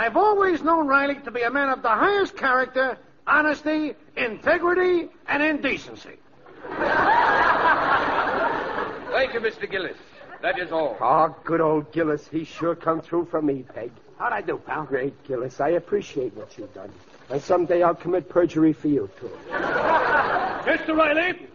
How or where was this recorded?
live audience